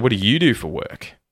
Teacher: And I've even emphasized the word you, and I've used a certain intonation over the top of that too.